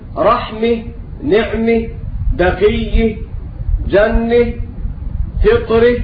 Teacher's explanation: وتاء التأنيث رسمت في المصحف في بعض المواضع بالتاء المفتوحة المجرورة، ورسم البعض الآخر بالهاء المربوطة أو التاء المربوطة كما يقولون، ولكن الكساء يقف على الجميع بالهاء · Term: هاء التأنيث